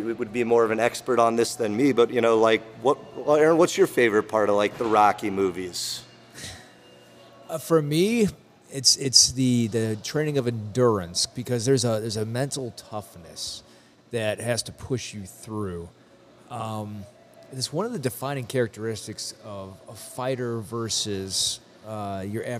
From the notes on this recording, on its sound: broadcasting live from Goldhorn Brewery!